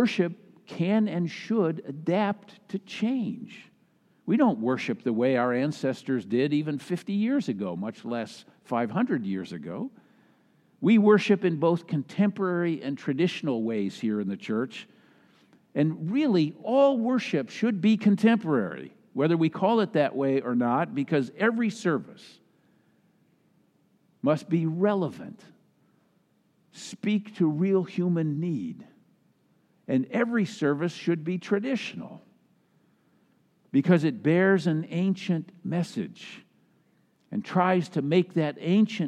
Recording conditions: large echoing room